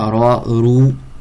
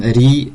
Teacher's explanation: Quand c'est dhamma et fatha, ra, rou, et non emphatique comme ri